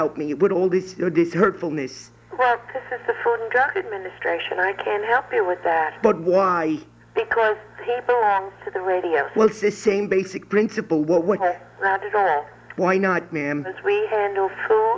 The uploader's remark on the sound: Prank Phone Calls.